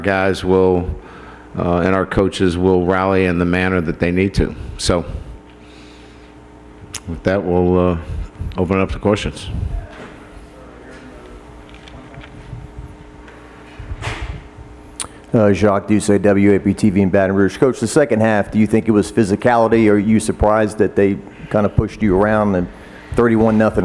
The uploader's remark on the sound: press conference